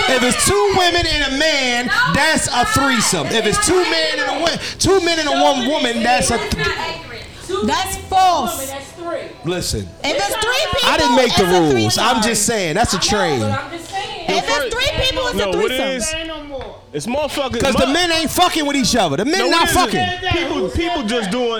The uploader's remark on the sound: Live From Krush Lounge in Philadelphia Pa 3/28/23!